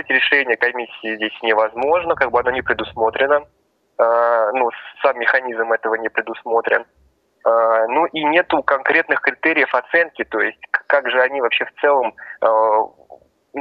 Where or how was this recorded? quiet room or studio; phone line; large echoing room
phone line